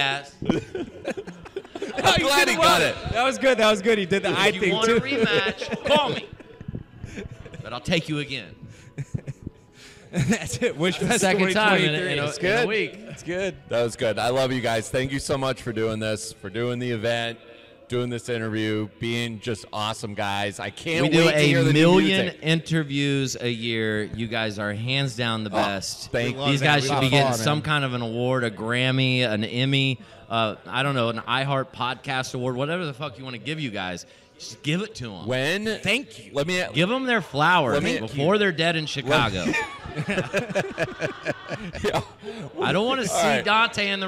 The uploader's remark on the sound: Live from Weishfest